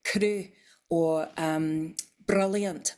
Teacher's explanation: they do a tapped R, which is tip of the tongue on the gum ridge bouncing off. So it's like a rolled R, but it's like one instead of many, many all in a row, if you know what I mean.